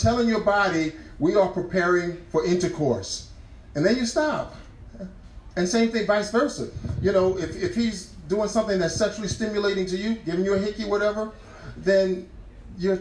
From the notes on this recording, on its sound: The first ever Go On LIVE! A live event hosted in Cafe Moka at Regent University.